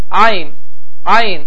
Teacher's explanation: Ayn hərfinin məxrəci zamanı dediyimiz kimi boğazın ortası sıxılır.